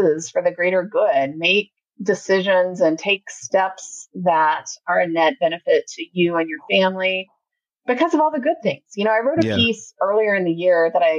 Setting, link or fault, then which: fault, poor sound quality